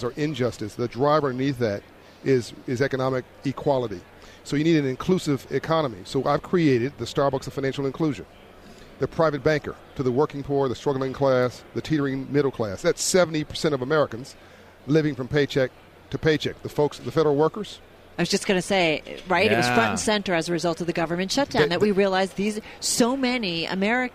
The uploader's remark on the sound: From Radio Row in Atlanta